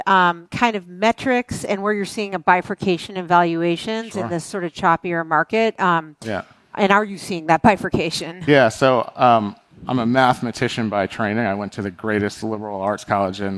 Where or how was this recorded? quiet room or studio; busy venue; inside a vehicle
busy venue